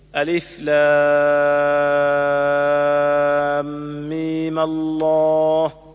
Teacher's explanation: ثانيا قصر الياء مع فتح الميم